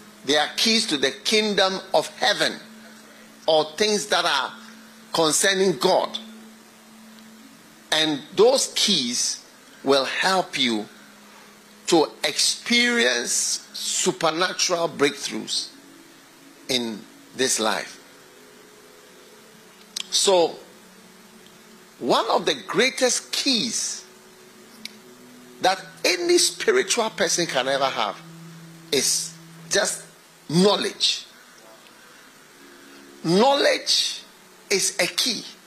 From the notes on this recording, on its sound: Preached at the FLOW Church Service.